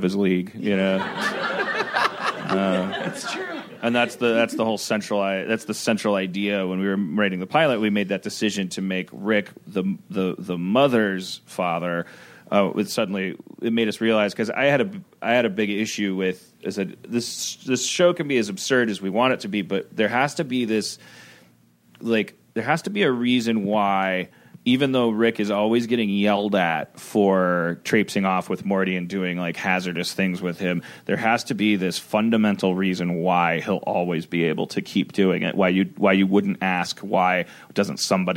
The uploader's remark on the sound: Recorded at ATX Television Fest in June 2015.